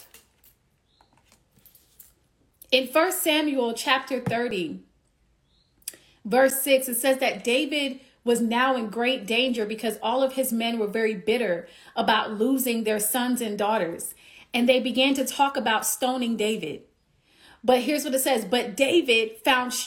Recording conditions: phone or laptop microphone